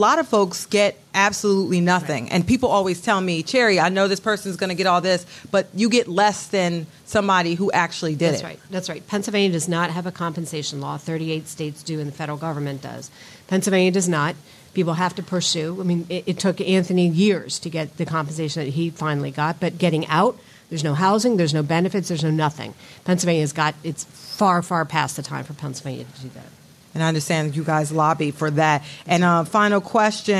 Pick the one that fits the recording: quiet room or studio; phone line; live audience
live audience